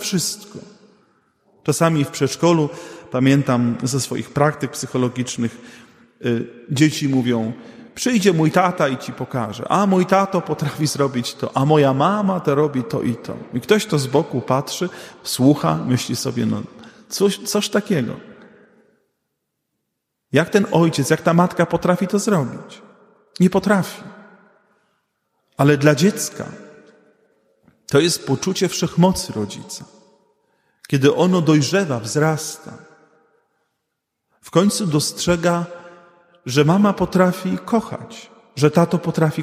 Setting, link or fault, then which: setting, large echoing room